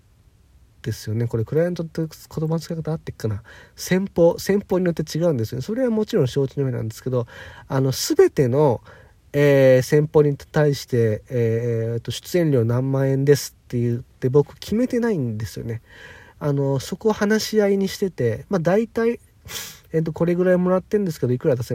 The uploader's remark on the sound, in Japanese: 次の仕事まで4時間近く空いたので車の中から暇つぶし配信。